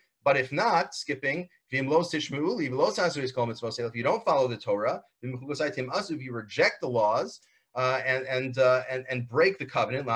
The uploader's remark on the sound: This audio was originally captured from Zoom.